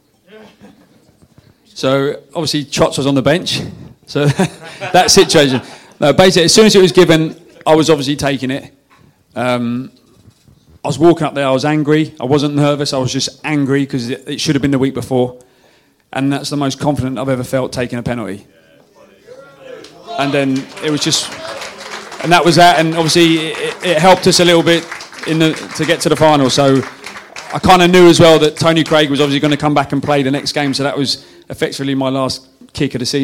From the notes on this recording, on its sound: At the Beesotted December Bees-Up In Fullers' Brewery.